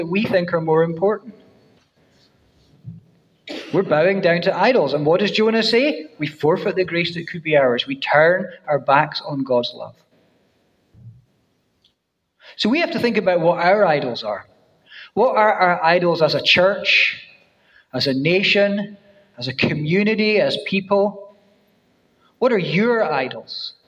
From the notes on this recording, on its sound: First preached at New City Church, Dunfermline on 17 September 2023